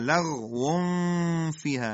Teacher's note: کأس لا لغو فیها، لغ حرف غین، تنوین در فا اخفا میشه دو حرکت غنه